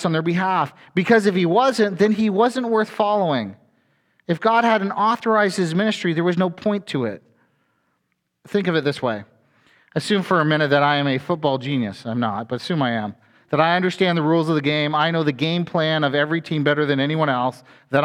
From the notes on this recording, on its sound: A sermon from FBC Church in Cobourg,